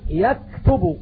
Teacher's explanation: المخرج الثاني مخرج الكاف، ومخرج الكاف من أقصى اللسان من جهة أسفل